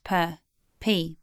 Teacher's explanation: P is what's known as a plosive consonant, which means that this sound is made by blocking the flow of air and then releasing it